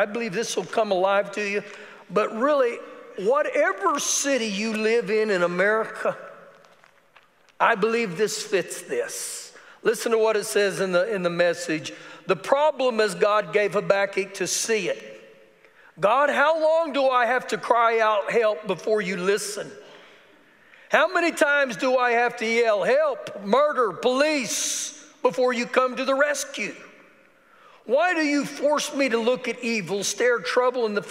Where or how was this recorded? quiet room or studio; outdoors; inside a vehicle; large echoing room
large echoing room